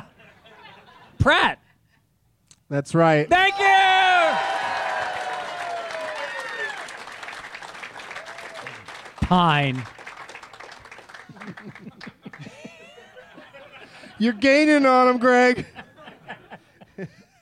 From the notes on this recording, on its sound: Live from Zanies Comedy Club in Rosemont